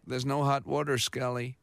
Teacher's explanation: He's kind of got that slight vocal fry